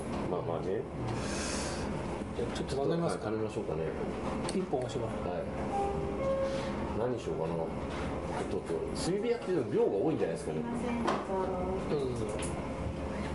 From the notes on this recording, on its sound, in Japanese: ご近所の居酒屋「癒」でのゲリラ収録です